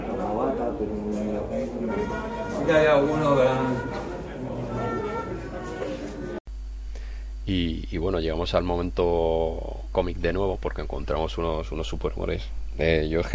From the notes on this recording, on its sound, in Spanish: Caza de libros: El rastro de Madrid. Quizás sin la mejor calidad de sonido, pero que refleja el espíritu y la diversión con el que pasamos la mañana.